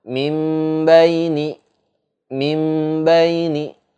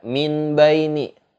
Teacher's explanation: nun sukunnya dihilangkan menjadi huruf mim dan juga disertai dengan dengungnya · Shown in: first take · Term: iklab